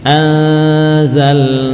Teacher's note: Jadi upayakan H benar-benar melewati atau muncul dari bagian pangkal. Hu ya, bukan anzalnahu.